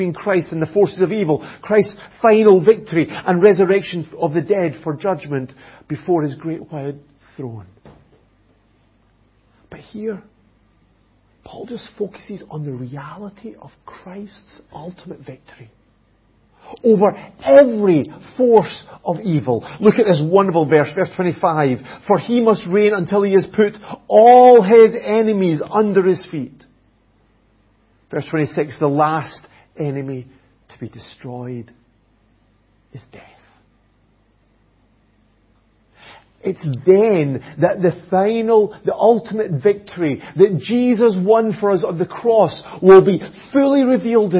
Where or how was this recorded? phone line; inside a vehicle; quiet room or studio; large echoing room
large echoing room